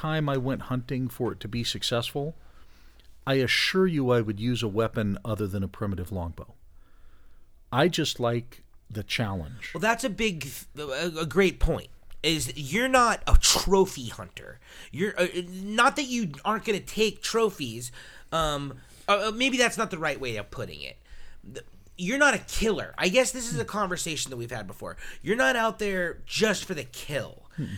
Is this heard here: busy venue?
no